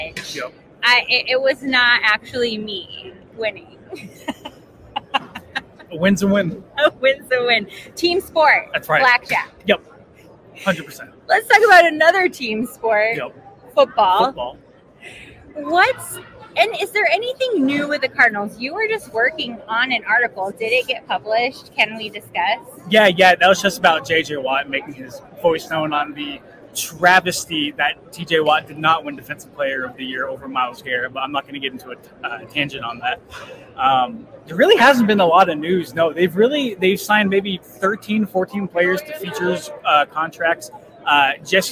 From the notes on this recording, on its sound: Live From Super Bowl LVIII!